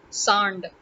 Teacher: The D at the end is a retroflex D